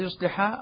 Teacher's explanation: ضم الياء سكن الصاد احذف الألف وعدم التشديد وحذف الألف وكسر اللام